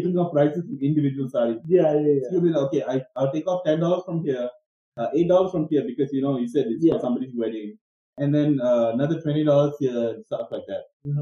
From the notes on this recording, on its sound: We apologise for the kinda shitty audio. Don't know what happened there but we kind of fixed it.